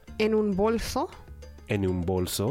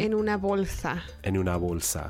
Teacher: It really is a soft B in people's minds, and it turns hard in the context of an M or an N. · Shown in: first take · Term: hard B